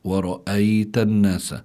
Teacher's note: الياء ساكنة، ما قبلها مفتوح ورأيت الناس، فهنا الياء هي حرف لين، وهذا الواقع اللي هون بسموه مد لين.